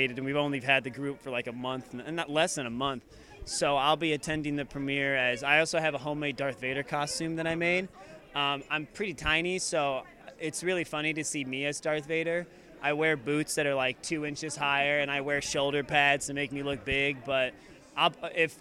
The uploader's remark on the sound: N. E. Geek Expo 2016 Street Interviews. The Action Comedy Nerd Show live show appeared at the N.